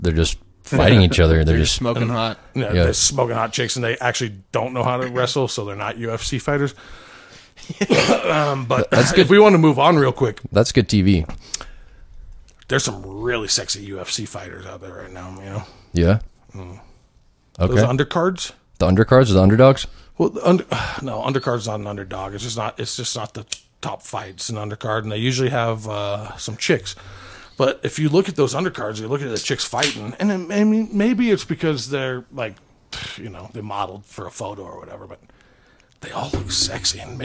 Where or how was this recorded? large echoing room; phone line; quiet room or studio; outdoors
quiet room or studio